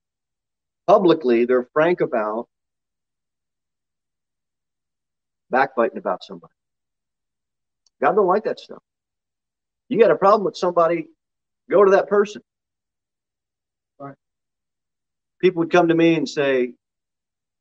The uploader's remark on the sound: Sermon delivered at the Pilgrim Baptist Church